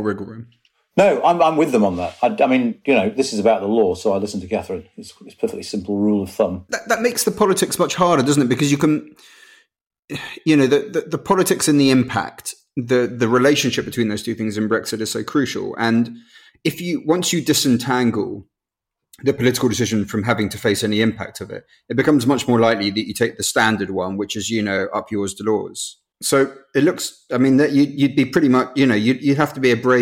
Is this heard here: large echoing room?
no